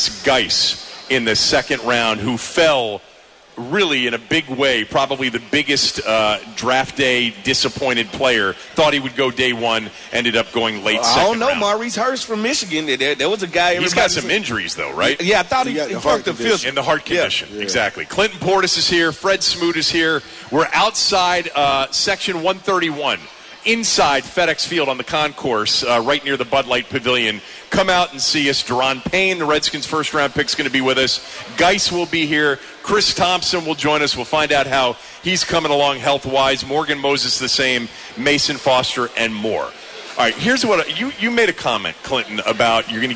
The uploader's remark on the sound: 2018 Redskins Draft Party. Live from FedEx Field!